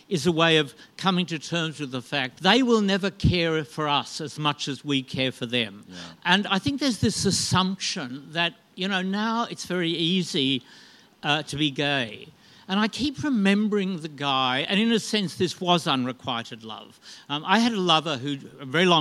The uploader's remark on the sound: We recorded a live episode in Melbourne for Midsumma Festival!